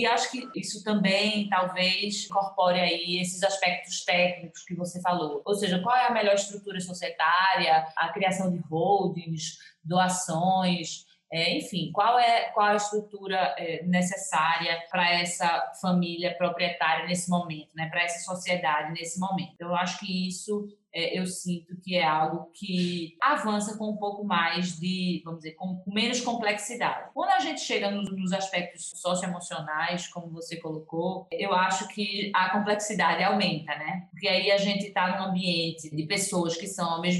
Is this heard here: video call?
yes